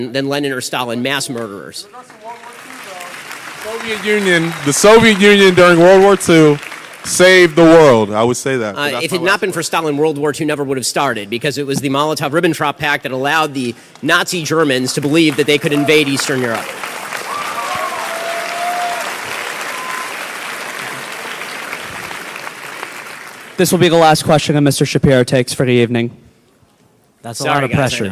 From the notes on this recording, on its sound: LIVE at Florida State University.